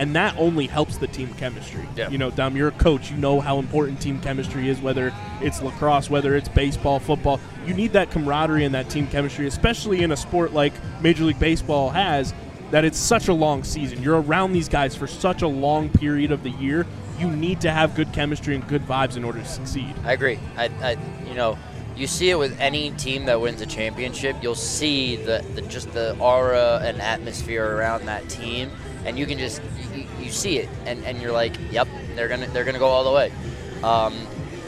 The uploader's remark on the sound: LIVE from the Jetro Lot before Phillies Opening Night for our first LIVE podcast of 2023!